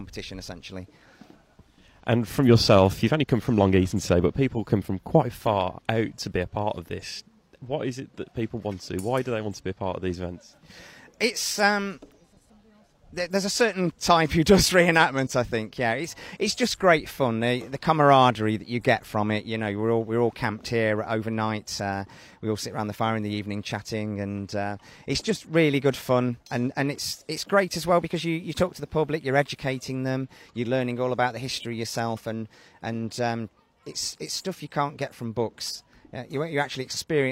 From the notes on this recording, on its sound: One of several live 2-ways I did for BBC Radio Nottingham. Live from Newark Castle.